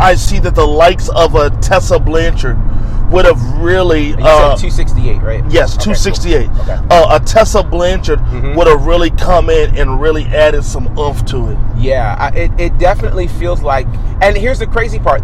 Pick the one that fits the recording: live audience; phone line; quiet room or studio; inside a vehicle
inside a vehicle